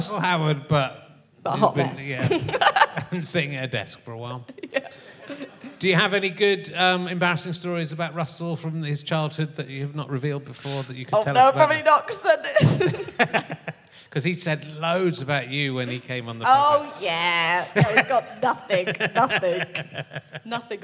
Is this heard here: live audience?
yes